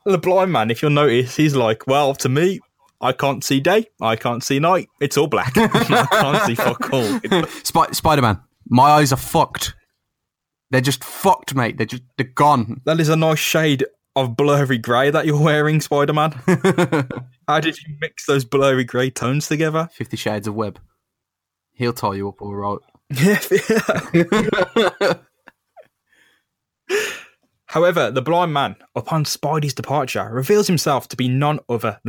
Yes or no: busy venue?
no